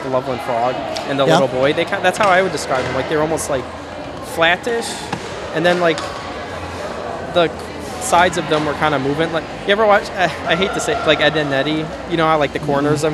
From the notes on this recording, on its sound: This episode was recorded live at the Chicago Paranormal Convention!